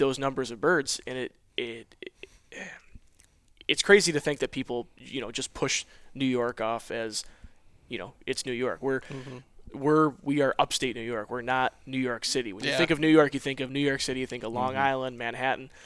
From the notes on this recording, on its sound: Recorded in the rustic ambiance of a family duck camp